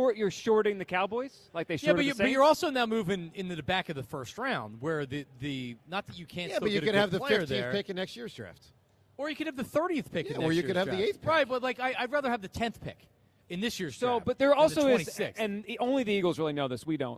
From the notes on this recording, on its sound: broadcast live from the Linc.